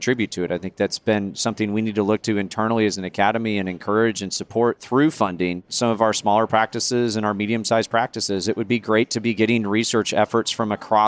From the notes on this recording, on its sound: Recorded live at the 2023 Annual Meeting.